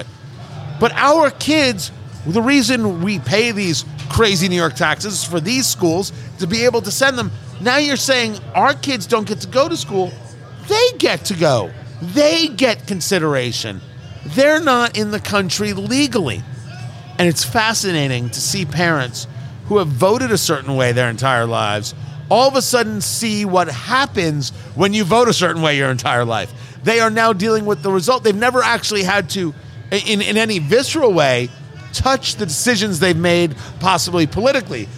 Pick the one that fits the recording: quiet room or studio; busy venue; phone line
busy venue